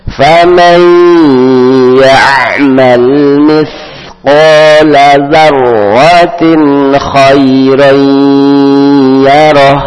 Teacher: Nun mati ketemu ya, maka hukumnya idgham, langsung masuk ke dalam huruf ya. فَمَنْ ya'mal, seperti biasa ya'mal nyambung ke mim, jangan diputus, jangan disiddah, jangan dimati, tidak pula rohawa, tidak rohawa.